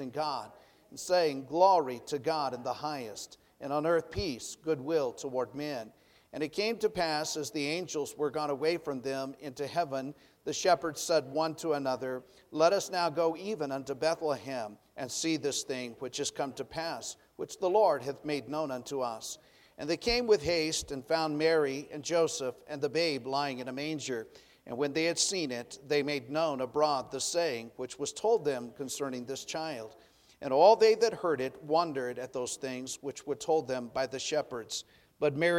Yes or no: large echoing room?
yes